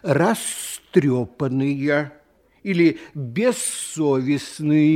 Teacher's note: А глухие согласные любят, чтобы перед ними стояли глухие звуки. Звук «з» в любой приставке, как только оказывается по соседству с глухим звуком, сам начинает звучать глухо и превращается в звук «с». Получается, глухой сосед его оглушает.